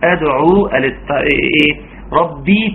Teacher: تحقيق كسر الباء ومراعاة التشديد